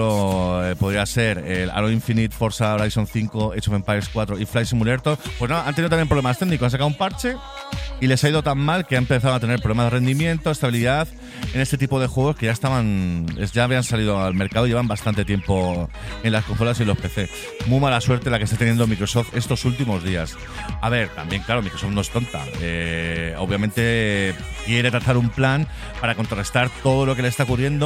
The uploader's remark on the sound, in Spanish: En directo desde GameGune2023. Grabado en directo desde GameGune en Álava.